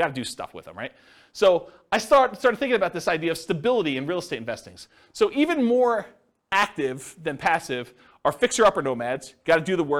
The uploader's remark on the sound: This was a live class recorded